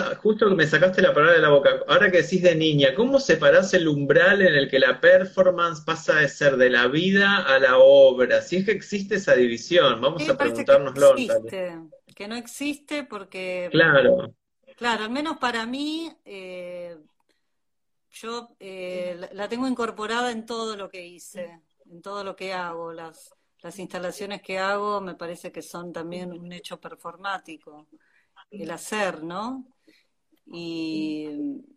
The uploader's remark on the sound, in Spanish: audio mala calidad de entrevista